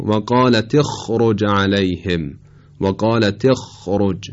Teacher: به خاطر این ری که تفخیم میشه خ هم استعلای خودشو کاملا نشون میده